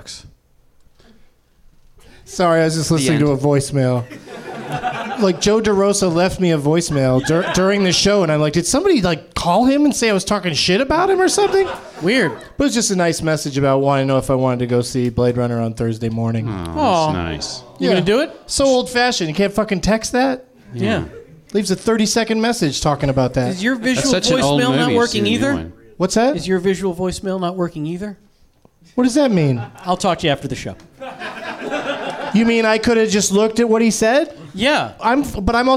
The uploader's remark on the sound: Live from the NerdMelt Showroom in Los Angeles